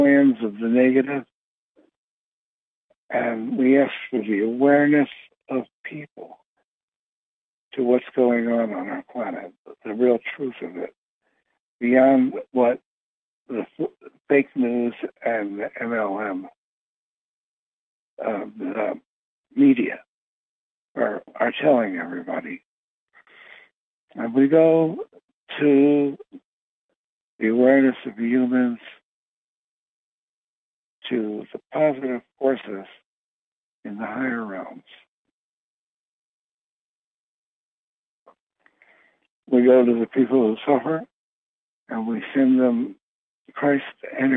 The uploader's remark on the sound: Conference Call LIVE, April 25, 2022.